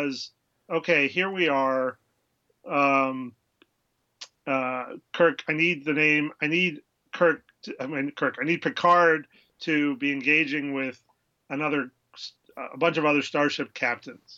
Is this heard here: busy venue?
no